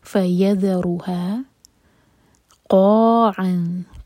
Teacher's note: قا مد تبعی اور قاف علق سے پڑھیں گے اور منہ بھر کر، ہیوی لیٹر ہے